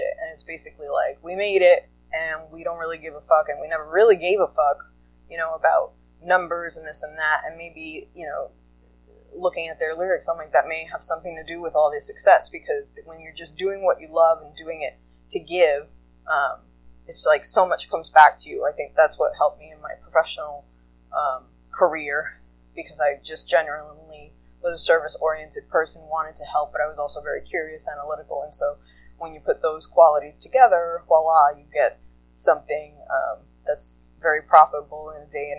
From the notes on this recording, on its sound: I used a new recording app so if sound quality blows on this it is what it is.